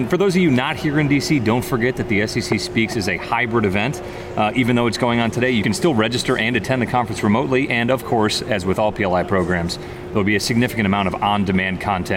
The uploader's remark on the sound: SEC Speaks From the Conference Floor. Live from PLI's The SEC Speaks in 2022 program.